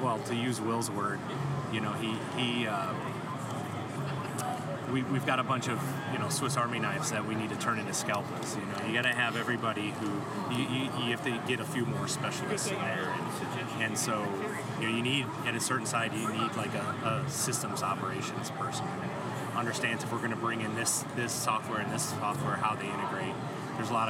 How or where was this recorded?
busy venue